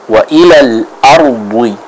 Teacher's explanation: huruf dhad juga sama harus dibaca dengan tebal. Di antara kesalahan orang Indonesia adalah mengucapkan huruf dhad ini seperti huruf dal.